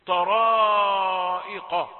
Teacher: طرائق، هذه قاف، يعني في الدرجة الثانية من التفخيم، لان الدرجة الاولى ان يكون الحرف مفتوحا وبعده الف.